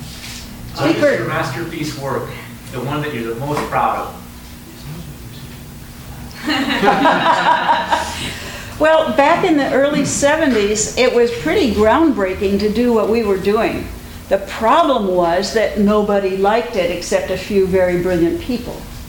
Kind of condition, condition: setting, live audience